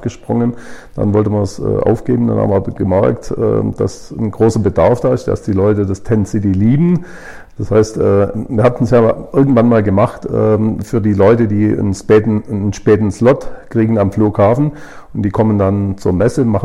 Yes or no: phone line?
no